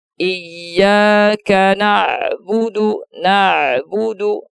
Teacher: suaranya enggak terputus, juga enggak terlalu mengalir deras, dia antara syiddah dan rohawah · Term: bainiyah